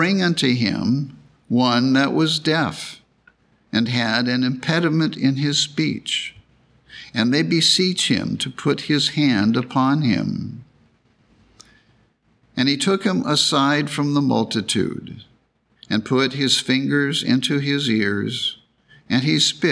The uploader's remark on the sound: The Sunday service audio from August 13th, 2023